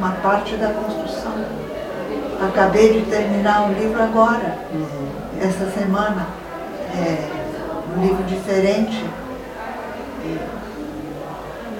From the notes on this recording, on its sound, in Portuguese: Os três primeiros episódios foram gravados durante a Feira do Livro de Santa Maria-RS 2019